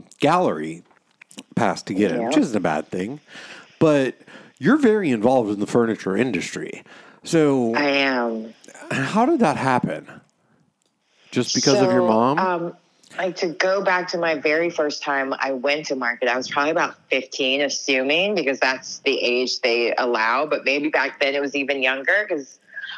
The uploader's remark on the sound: Via phone call in the studio today.